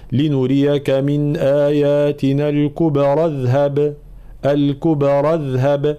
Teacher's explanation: فتسقط همزة الوصل ويلتقي الساكنان فنحذف الساكن الأول لأنه هنا حرف مد